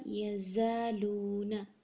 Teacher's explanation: زا وہ لیٹر ہے کہ جس کے اندر ایک سیٹی کی سی آواز ہوتی ہے